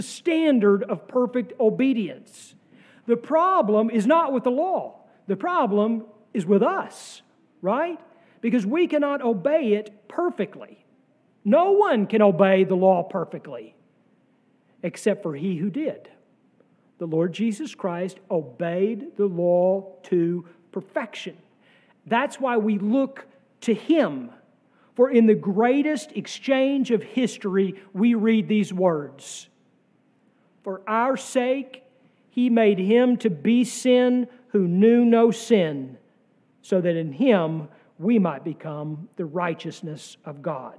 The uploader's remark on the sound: Sermon from our Pentecost Sunday worship service on May 28, 2023.